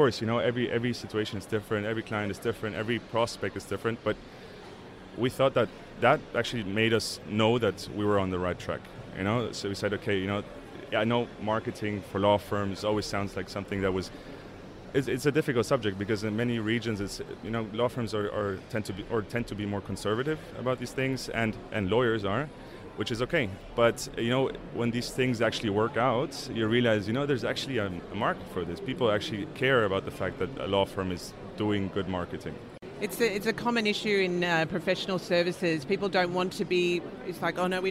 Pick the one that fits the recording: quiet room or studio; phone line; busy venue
busy venue